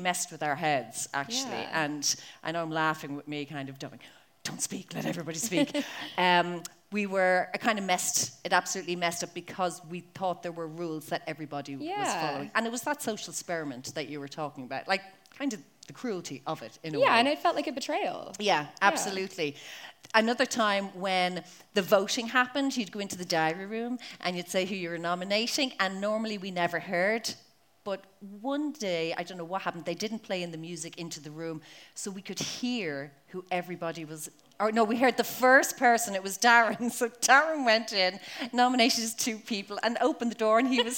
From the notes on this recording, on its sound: Limerick Live Show. Unfortunately due to my recorder flatlining, there's no regular episode this week. The recording of the live show.